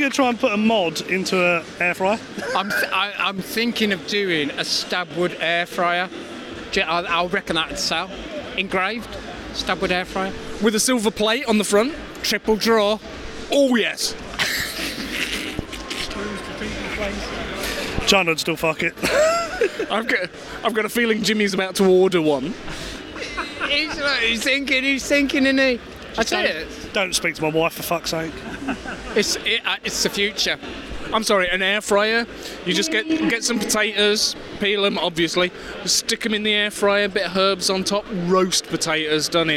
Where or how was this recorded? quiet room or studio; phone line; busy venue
busy venue